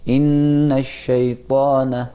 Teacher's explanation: یہ غنے کو تقریباً ایک الف کے برابر یعنی دو حرکت کے برابر کھینچنا چاہیے